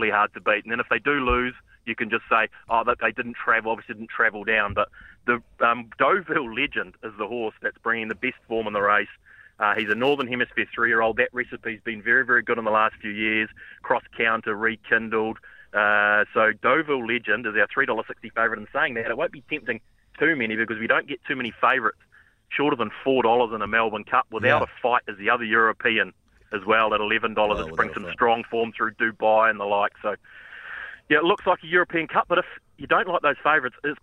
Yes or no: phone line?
yes